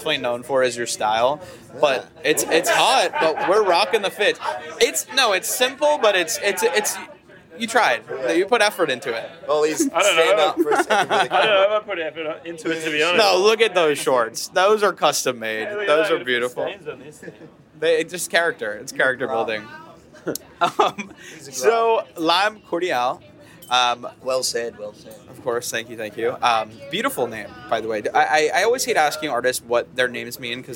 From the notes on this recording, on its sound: Live from Levitate Music Festival. 10th Anniversary of Levitate Music Festival!